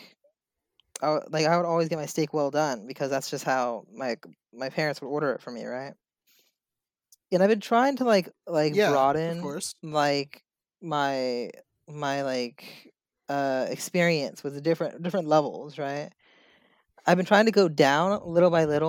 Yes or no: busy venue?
no